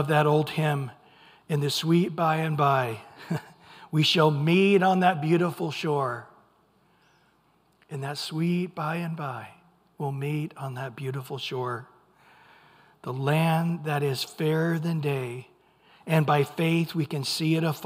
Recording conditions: large echoing room